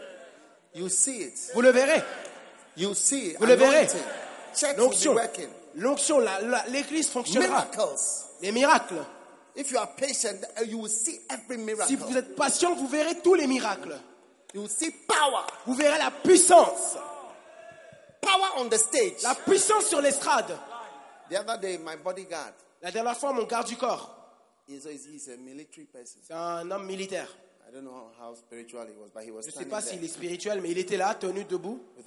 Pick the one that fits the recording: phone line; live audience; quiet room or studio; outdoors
live audience